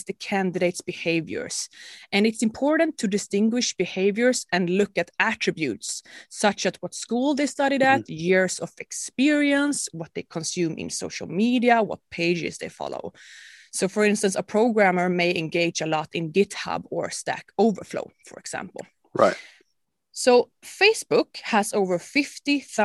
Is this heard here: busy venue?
no